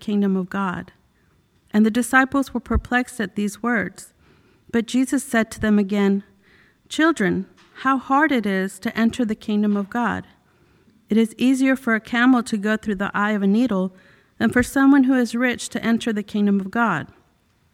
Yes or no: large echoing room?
yes